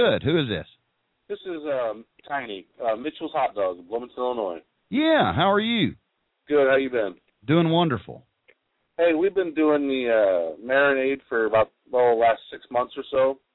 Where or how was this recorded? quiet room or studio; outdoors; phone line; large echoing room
phone line